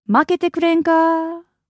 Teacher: The last word is actually extended. · Term: Osaka Ben